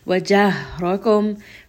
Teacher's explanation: Wajahrakum, close from the chest like a sigh. Ra here is going to be heavy. It has a fathah.